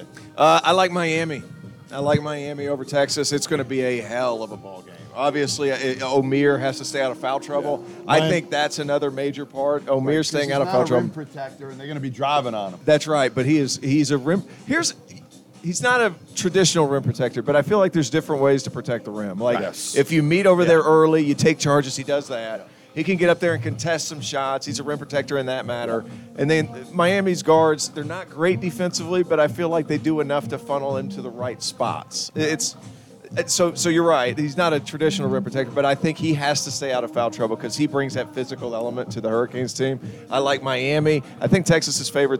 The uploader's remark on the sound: Live from Stadium Swim in Las Vegas.